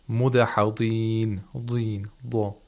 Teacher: The lad was pronounced with the lowest level of tafkhim.